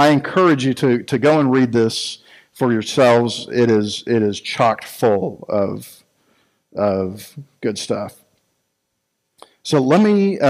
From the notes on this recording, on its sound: Recorded live at Freedom Fellowship Church in Tontitown, Arkansas